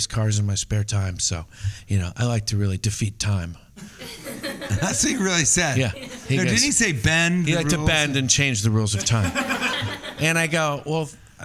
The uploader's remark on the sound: Recorded live at West Nyack Levity Live Comedy Club.